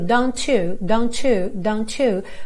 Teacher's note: Eu tenho esse arzinho do T, don't, juntando no you.